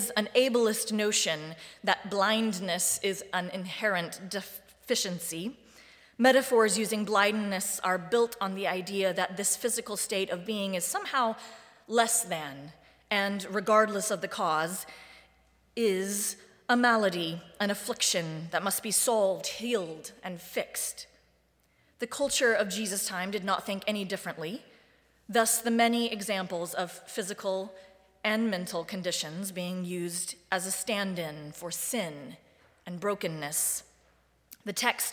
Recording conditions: large echoing room